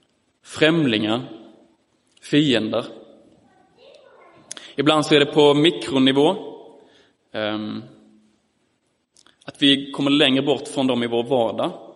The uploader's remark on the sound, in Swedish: Inspelad i Roseniuskyrkan den 18 september 2022.